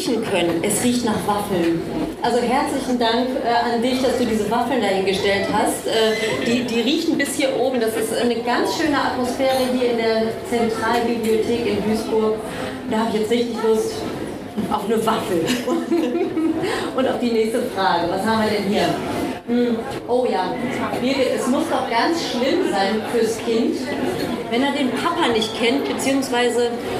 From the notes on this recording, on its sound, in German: Live auf der Bühne